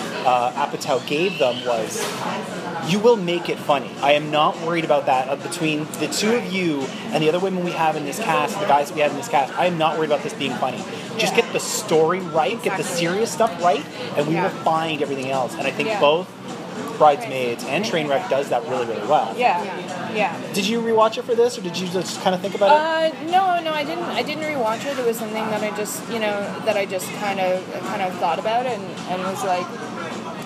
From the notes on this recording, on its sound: Ordinarily, I’d get my friends over to record in a more studio-like atmosphere, but it’s rare that these two guests and I gather so I felt like celebrating with a table for three. There’s a bit more ambient noise in this episode than usual, but never enough to be too distracting.